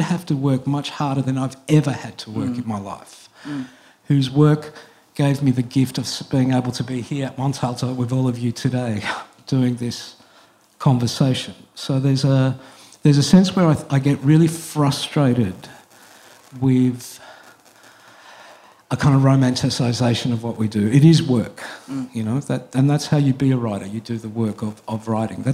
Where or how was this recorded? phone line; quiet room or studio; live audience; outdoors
live audience